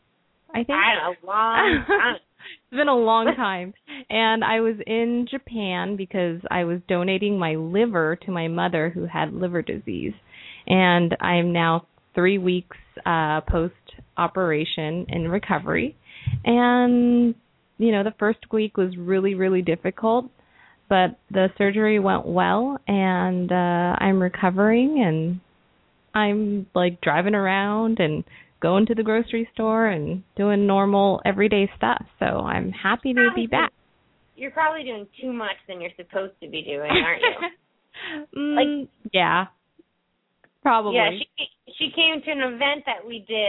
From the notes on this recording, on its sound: Pet Psychic Radio. Open up the lines for listeners to call.